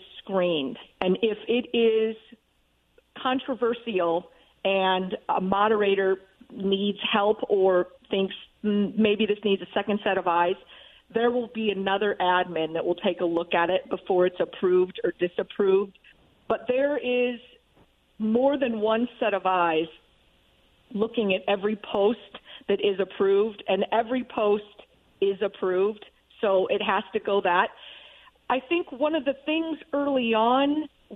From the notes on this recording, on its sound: Special phone guest